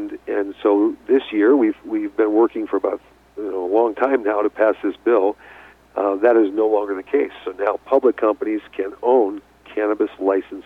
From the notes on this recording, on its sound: called in to SmallCapVoice.